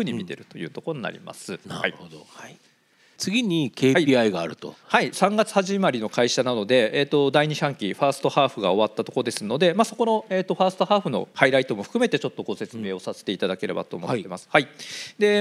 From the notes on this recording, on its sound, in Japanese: 2022年11月26日、東京・梅田で行われた「ラジオNIKKEI 相場の福の神 注目企業ＩＲセミナー」からＢｅｅＸ（4270・東証グロース）のＩＲプレゼンをお聴きください